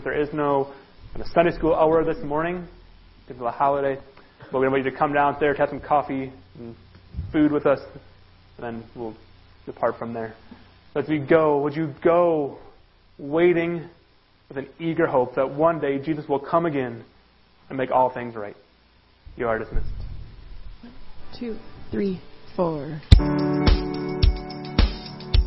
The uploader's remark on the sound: Worship Service - Audio